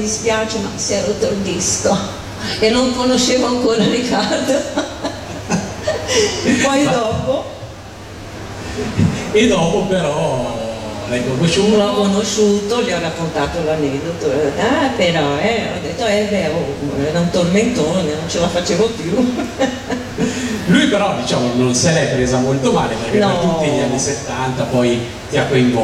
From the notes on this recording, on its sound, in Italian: Dal palco centrale di Lucca Comics & Games 2018